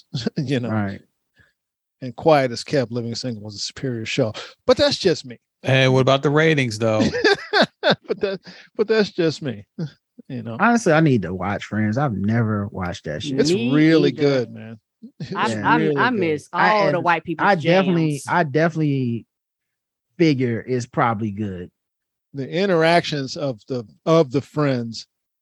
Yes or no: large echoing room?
no